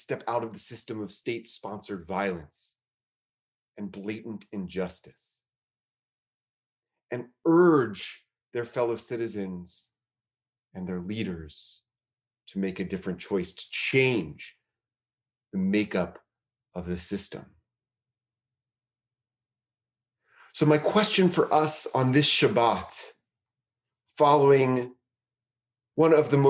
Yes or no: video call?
yes